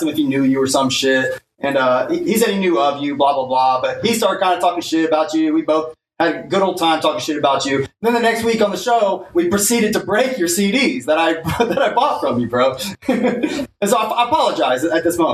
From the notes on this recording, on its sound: Unfortunately the streaming gods were not with us for this one, as the audio recorded...